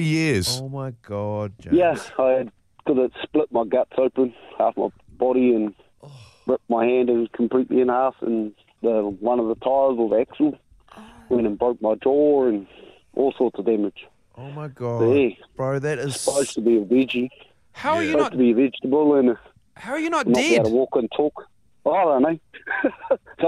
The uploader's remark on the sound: called in to tell us